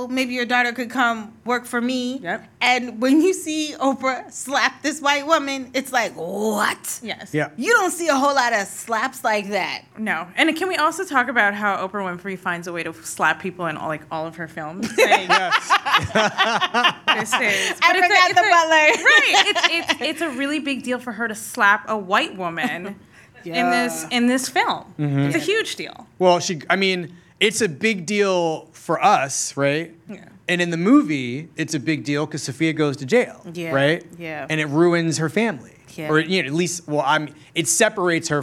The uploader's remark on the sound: A conversation recorded at our first ever live show at the Tribeca Film Festival.